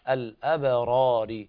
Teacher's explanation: كلا إن كتاب الأبرار، والباء حكمها القلقلة، الأبرار، والراء الأولى تفخم والثانية ترقق لأنها مكسورة